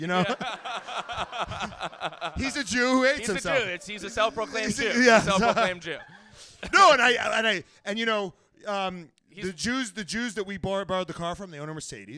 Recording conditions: live audience